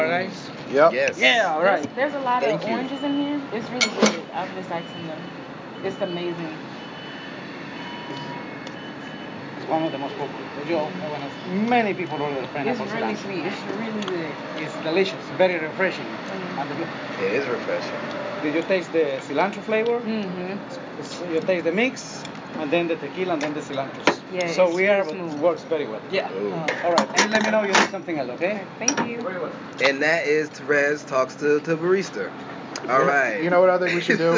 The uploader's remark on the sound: Almost Live From the French Quarter. Attempt to record live from El Gato Negro in the French Quarter. Record the rest of the episode in the car on the ride home.